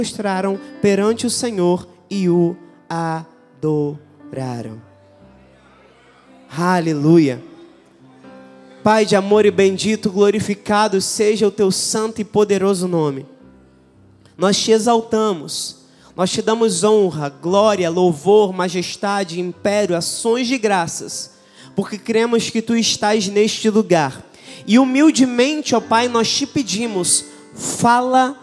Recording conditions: large echoing room